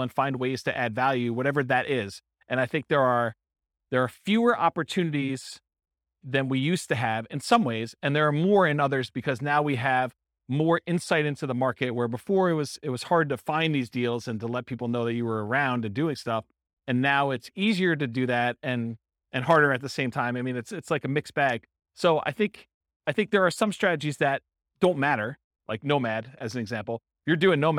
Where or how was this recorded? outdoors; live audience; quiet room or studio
live audience